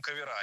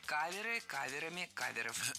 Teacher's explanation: Не кавера и каверами, а каверы и каверами. Ударение в слове «кавер» всегда остается на первом слоге. · Shown in: second take